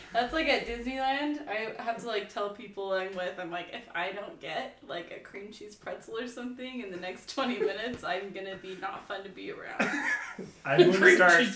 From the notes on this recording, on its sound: Disclaimer: SNEAK PEEK Episodes are episodes we made in trying to determine how the pod would work, as such there are some less than desirable audio and video issues as well as general awkwardness.